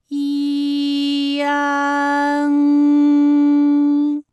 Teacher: 从前高不圆唇元音一开始，舌位向前低元音啊的方向滑降，舌位只降到半低前元音 i 的位置就开始升高